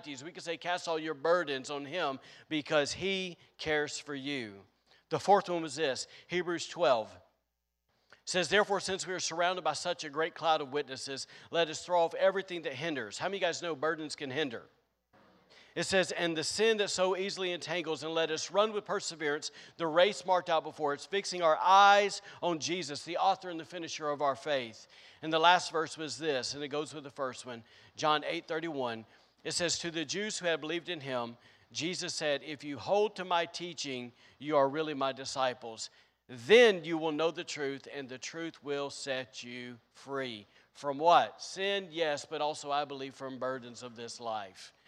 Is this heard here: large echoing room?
yes